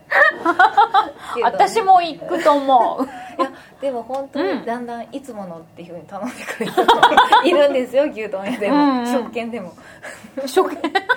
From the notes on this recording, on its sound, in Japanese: 鎌倉で公開収録したインタビュー。